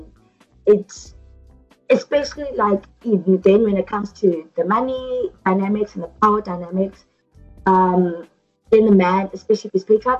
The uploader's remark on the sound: They recorded the episode via Skype so there are some technical issues with the audio.